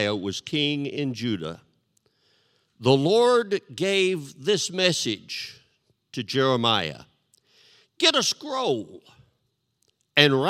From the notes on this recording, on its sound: This sermon was recorded live on Sunday, August 19th, 2021 at Newark United Pentecostal Church.